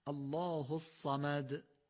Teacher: با یک تکان کوچک اگر بگیم این دال بیان میشه، خیلی فصیح و زیبا میشه · فقط یک تکان کوچک به دال بدیم